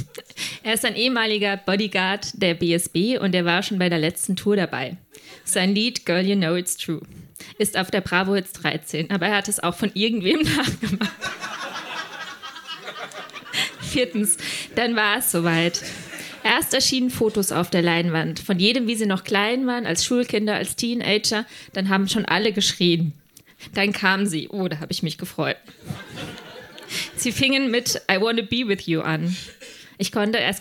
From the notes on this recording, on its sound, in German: Ausschnitte aus der Veranstaltung vom 01.12.2019 im Monarch, Berlin. Texte von gestern“-Liveshow am 01.12.2019 im Monarch, Berlin. Unser tolles Publikum.